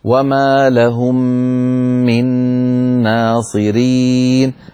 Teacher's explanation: وما لهم من ناصرين، لهم من هنا ميم مع ميم، الحكم إدغام، أدغمنا الميم الأولى في الثانية، فلا بد من تطويل الغنة، فلا نقولها بسرعة ولا وما لهم من ناصرين، بل نقول وما لهم من ناصرين، فنبين الغنن في الميمات والنونات المشددة